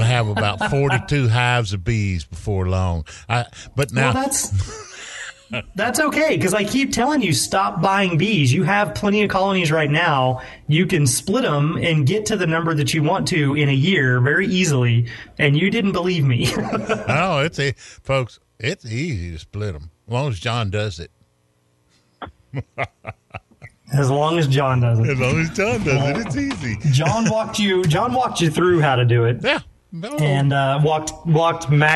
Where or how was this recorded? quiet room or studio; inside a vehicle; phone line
phone line